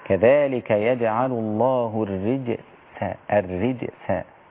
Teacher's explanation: الراء هنا رقيقة لأنها مكسورة